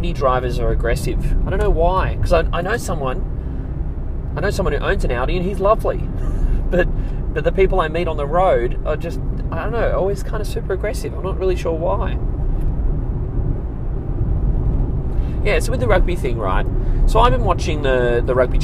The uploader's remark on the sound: I'm in the car